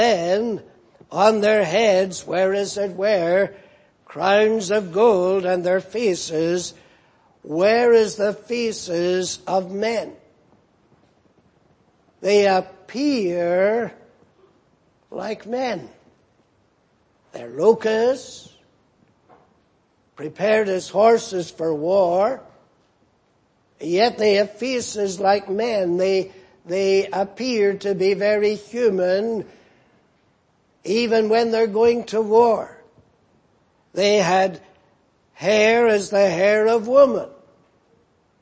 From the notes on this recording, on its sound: Preached in Grafton. At the Lord's Day Morning service on 28th April, 2019.